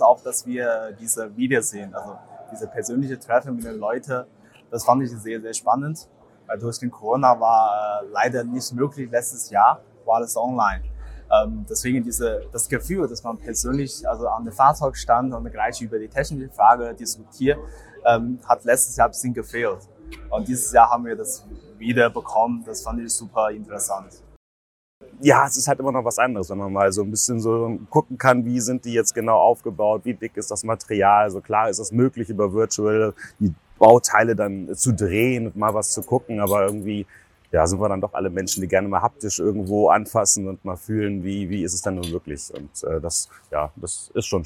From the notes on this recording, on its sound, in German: Aachener Karosserietage 2021. Im Podcast erhaltet ihr live von den Teilnehmenden einen Einblick in das Event.